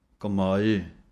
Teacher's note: ਇਹਨੂੰ ਕਮਾਏ ਲੰਮਾ ਨਹੀਂ ਬੋਲਣਾ, ਇੱਕੋ ਜਿਹੀ ਆਵਾਜ਼ ਦੇਣੀ ਹੈ ਕੰਨੇ ਅਤੇ ਲਾਂ ਦੀ